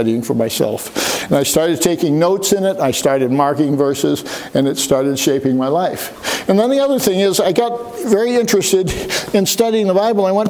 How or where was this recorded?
large echoing room